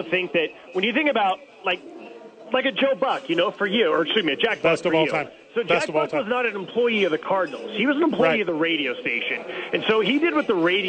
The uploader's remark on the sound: live from Hooters